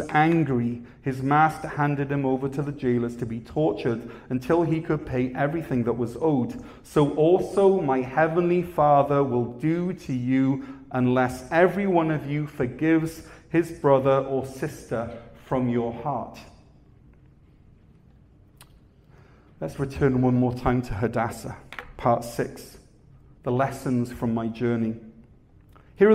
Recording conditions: large echoing room